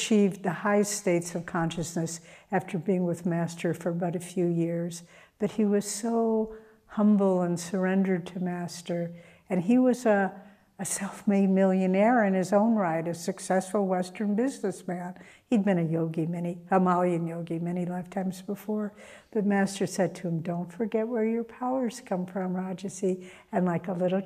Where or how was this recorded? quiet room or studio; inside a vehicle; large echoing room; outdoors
large echoing room